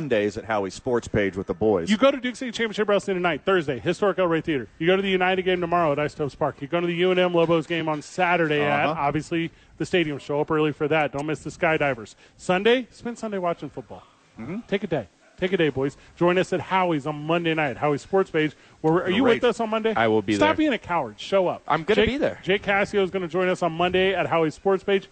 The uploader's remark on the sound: live from Red Door Brewing